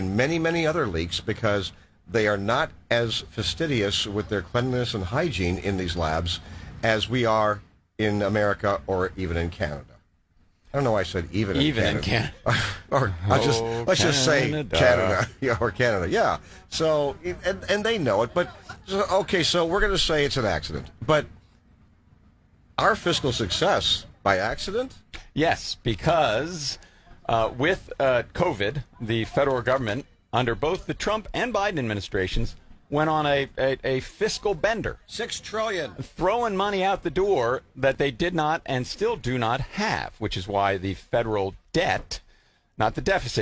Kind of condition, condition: setting, busy venue